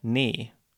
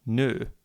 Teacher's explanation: So to get from nie to nö, it's just a matter of changing the position of your lips, in this case from spread to rounded. · Term: rounding of lips